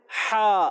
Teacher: اسی طرح ہم ادا کرتے ہیں ہا، حلق کے درمیان والے حصے سے